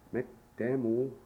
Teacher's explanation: Whenever two like consonants come together, as in this word, mit dem U, it creates a heavier stress when you pronounce it.